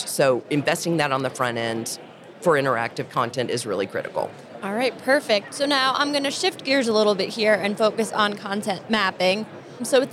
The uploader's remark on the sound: On the show floor at B2BMX this past February